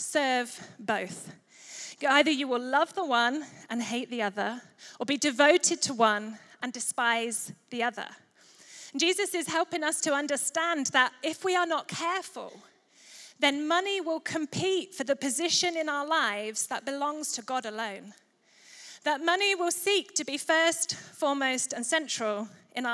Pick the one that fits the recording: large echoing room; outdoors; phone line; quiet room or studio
large echoing room